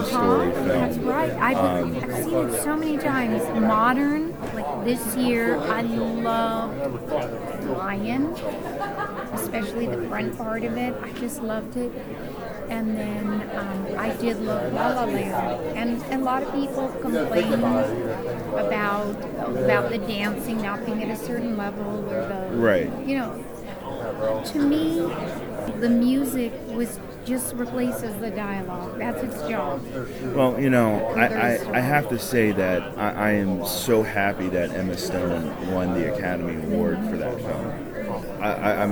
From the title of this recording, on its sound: Live At Pittsburgh's Horror Realm Con